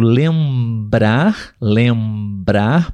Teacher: com lembrar a gente pronuncia o M e o E nasal, nasalizado · Term: som anasalado